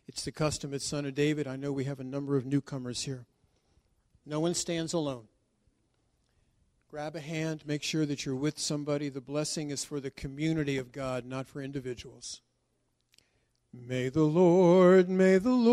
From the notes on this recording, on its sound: This was recorded during a “shortened” service that occurred before the yearly Congregational Seder.